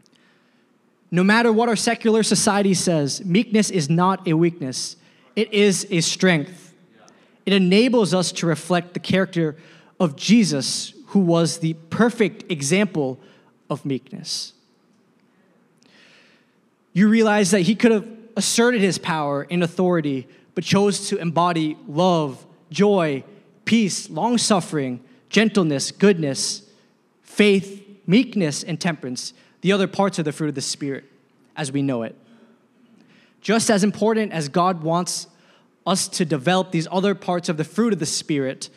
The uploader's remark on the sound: a service recording from Connect Point UPC